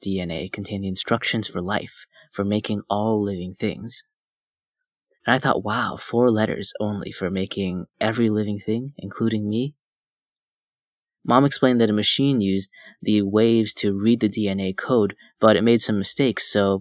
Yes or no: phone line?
no